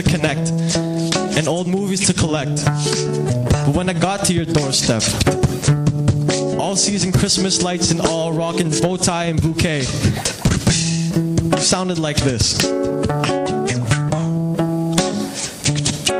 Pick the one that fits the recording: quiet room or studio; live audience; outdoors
live audience